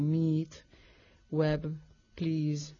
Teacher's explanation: Hay una I larga, parecida a la española